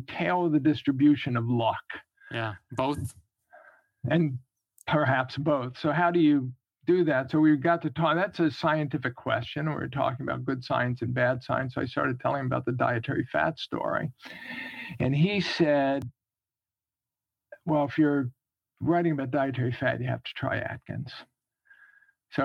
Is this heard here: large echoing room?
no